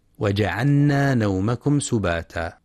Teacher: واحرص على السكون في جعلنا، أي سكون اللام وإظهارها